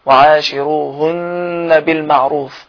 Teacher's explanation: ده في واو قد كده في المصحف ايوه وعاشروهن بالمعروف هنا النون في عاشروهن مشددة تشد وتغن بمقدار حركتين